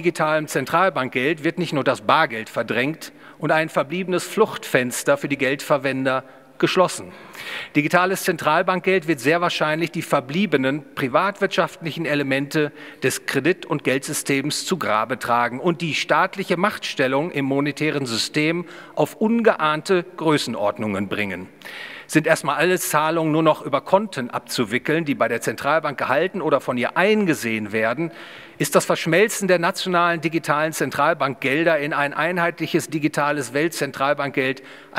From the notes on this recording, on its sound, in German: Gehalten auf der Ludwig von Mises Institut Deutschland Jubiläumskonferenz 2022 (10 Jahre). Im Bayerischen Hof in München.